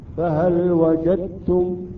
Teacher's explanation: الدال تحذف بالكامل والتاء تصبح مشددة · Term: إدغام متجانس